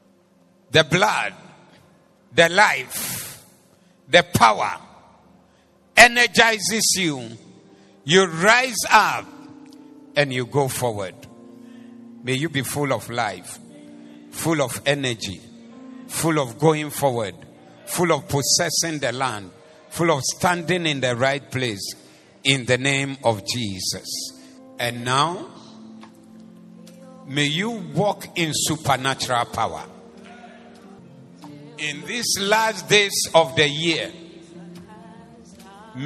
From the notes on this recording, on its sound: Preached at the Doxa Service